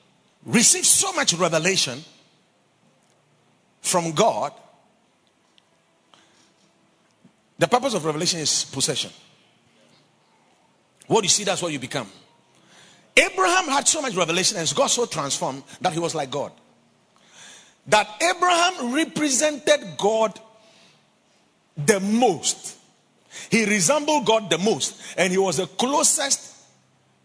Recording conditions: large echoing room